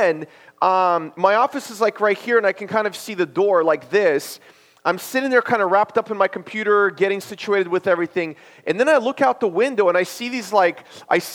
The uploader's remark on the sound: This is a sermon I preached at my church based on Luke 6:38.